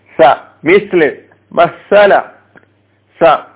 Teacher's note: നാവിന്റെ അഗ്രം അതുപോലെ മേലെ മുൻപല്ലുകളുടെ തലഭാഗം